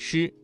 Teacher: 舌尖翘起，靠近硬腭后部，形成狭窄通道，气流通过时不形成完全的阻塞 · Term: 翘舌音